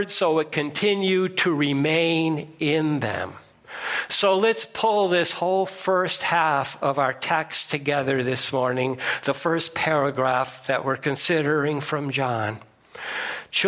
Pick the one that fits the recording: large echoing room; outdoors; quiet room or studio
large echoing room